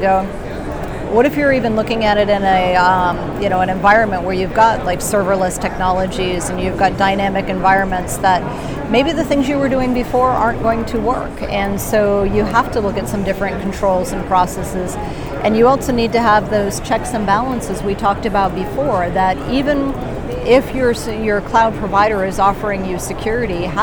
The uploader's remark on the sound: while both were at the RSA 2019 Conference